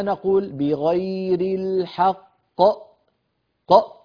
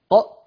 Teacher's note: قفلت الوترين الصوتيين في الحنجرة ق، فالمطلوب من القارئ أن لا يقفل الوترين الصوتيين هكذا بغير الحق ق ق، فيبقى الوتران الصوتيان بعيدين عن بعضهما، يعني في طريق الهواء مفتوح، الحق الحق. · Term: الهمزة